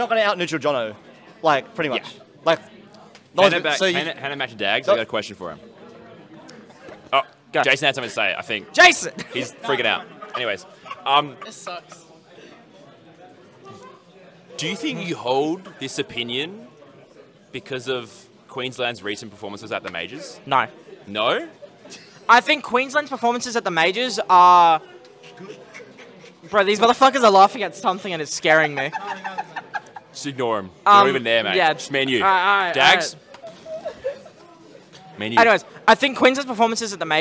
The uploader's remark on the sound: The Big Cheese 3 Roundtable. Do a live podcast at The Big Cheese 3 in Adelaide.